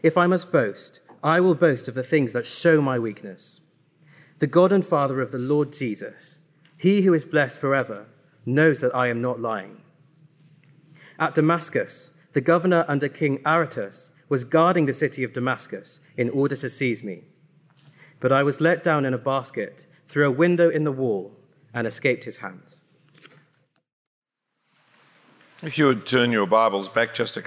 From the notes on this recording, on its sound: A talk preached at St Helens, London. UK 2018 Passion for Life.